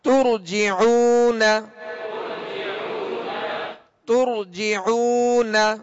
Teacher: را ساکن سے پہلے پیش ہے لہذا را کو پر یعنی موٹا پڑھیں گے